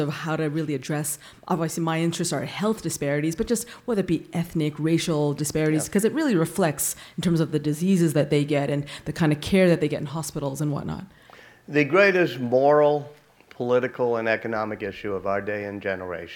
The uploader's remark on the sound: keynote address from the 2016 Goldsmith Awards in Political Journalism ceremony